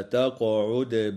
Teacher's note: وتقلقل القاف والدال في كلمة تقعد